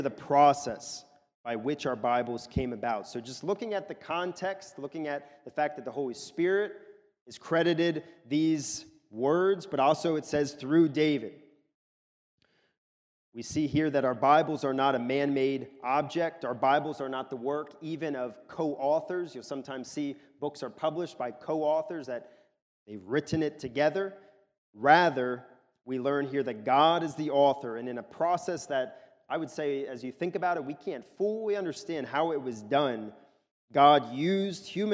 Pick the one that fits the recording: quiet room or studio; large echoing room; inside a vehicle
large echoing room